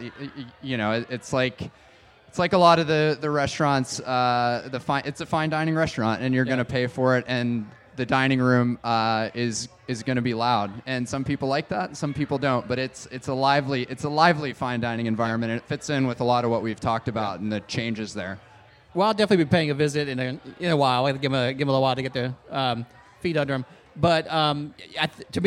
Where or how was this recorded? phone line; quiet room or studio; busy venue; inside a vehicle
busy venue